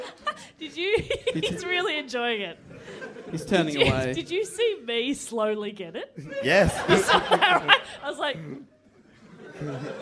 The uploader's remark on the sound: This super fun episode was recorded live at The Chippo Hotel in Sydney.